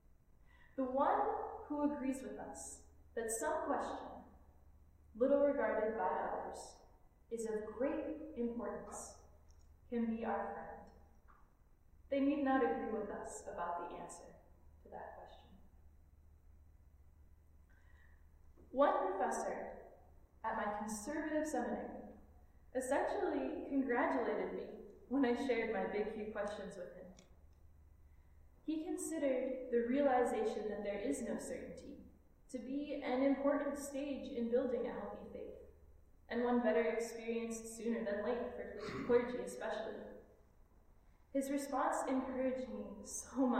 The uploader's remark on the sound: This Minisode is a recorded sermon delivered at All Souls Community Church of West Michigan, a Unitarian Universalist congregation in Grand Rapids. If this recording is too quiet, we are sorry!